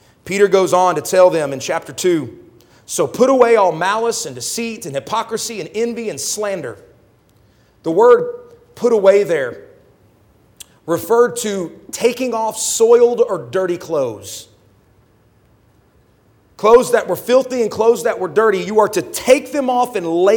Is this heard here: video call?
no